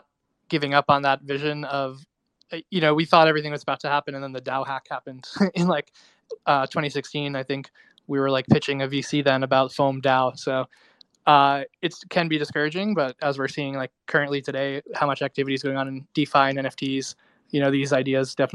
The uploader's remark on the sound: We had some connectivity issues during the episode so some of the audio near the end cuts in and out.